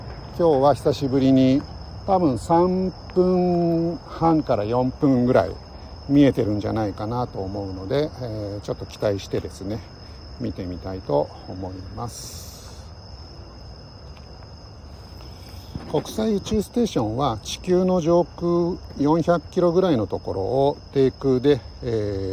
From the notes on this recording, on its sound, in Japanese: LIVE 野毛大塚古墳から国際宇宙ステーション中継。